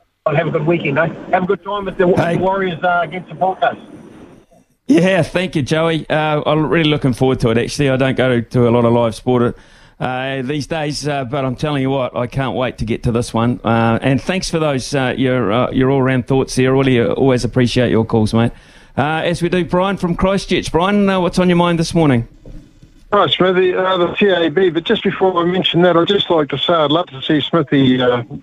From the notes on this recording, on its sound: We've thrown the phonelines open